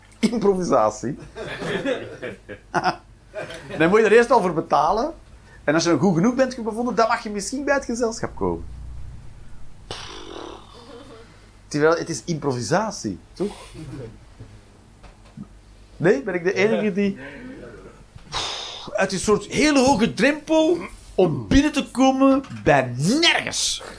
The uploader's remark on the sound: Live 19 April 2023, The Joker, Antwerpen